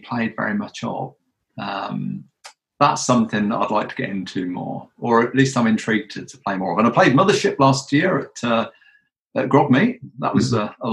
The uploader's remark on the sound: At GROGMEETish2020. To end the event we recorded this live panel in the Zoom of Role-Playing rambling (with an audience of over 50 people!).